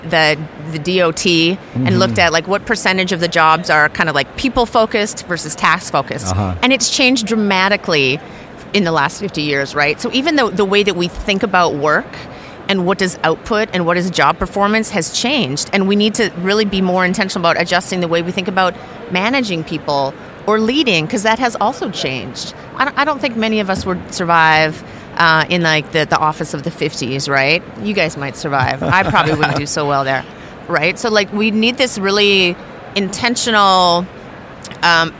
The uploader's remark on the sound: Live from SIOP